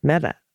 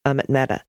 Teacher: Mehta, slight emphasis on the meh. And the ta is pronounced like the Spanish, with the tongue at the tip of the teeth